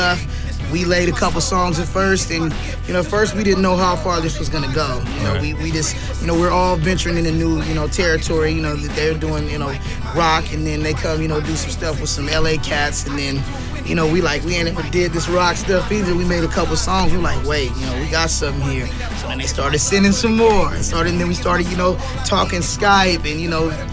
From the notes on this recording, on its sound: perform two new tracks live from The House of Rock in Santa Monica, California